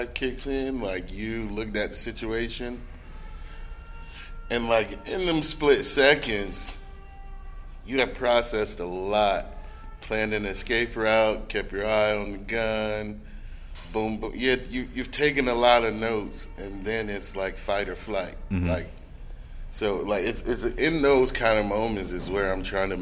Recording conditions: busy venue